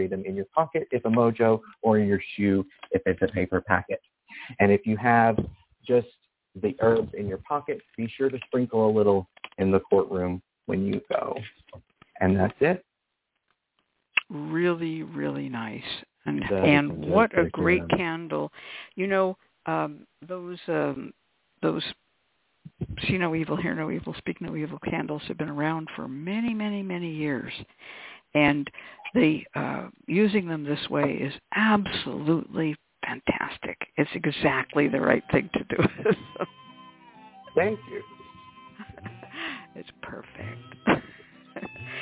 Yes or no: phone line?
yes